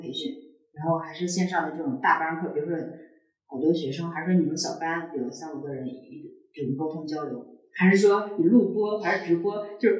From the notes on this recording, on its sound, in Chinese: 本期节目由于录音失误，音质不佳